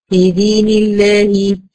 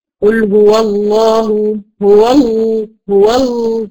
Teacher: أقصى لسان في اللام المرققة هتلاقيه انخفض واستفل ونزل ايه لتحت · Shown in: first take